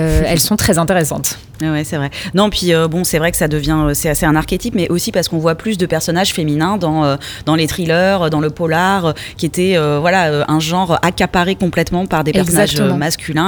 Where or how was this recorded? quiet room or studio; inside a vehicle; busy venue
busy venue